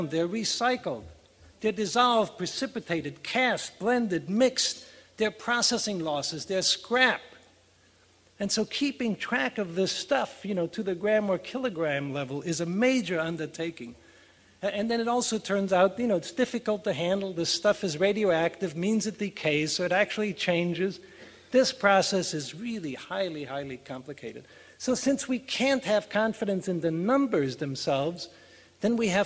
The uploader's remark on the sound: Freeman Spogli Institute's 2006 International Conference first plenary panel